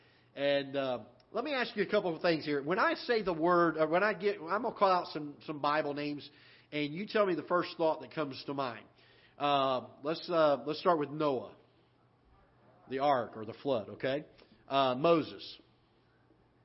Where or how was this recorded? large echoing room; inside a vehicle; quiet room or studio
large echoing room